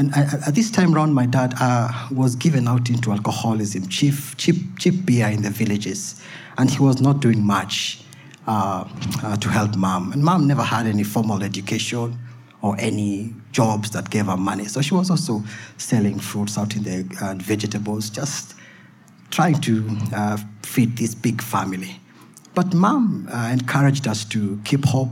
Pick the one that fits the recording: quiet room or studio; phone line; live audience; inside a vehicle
live audience